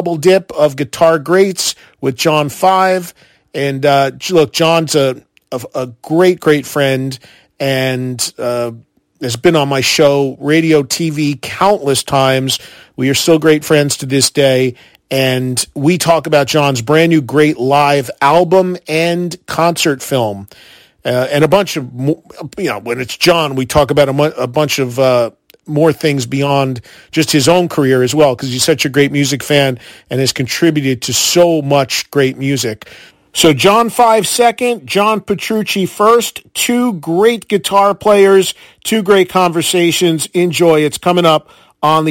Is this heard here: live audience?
no